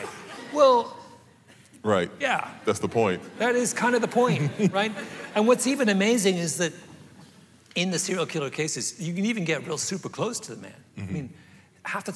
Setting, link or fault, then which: setting, live audience